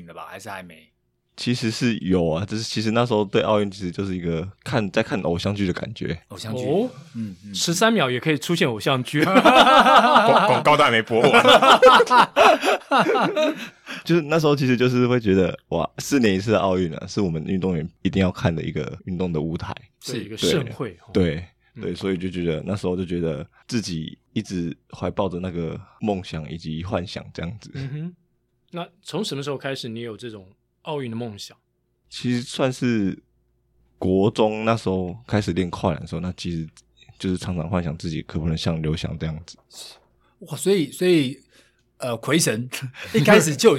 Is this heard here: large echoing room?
no